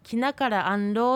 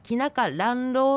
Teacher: 語の後に母音が、アンのような母音が続いているとくっついて発音されることがあります · Shown in: second take